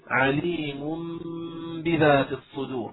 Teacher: الباء والباء هو حرف الإقلاب، إذا حكم التنوين هنا هو الإقلاب، فنقلب التنوين هذا إلى ميم مخفى ونعطيها غنة بمقدار حركتين أو أكثر حسب التلقي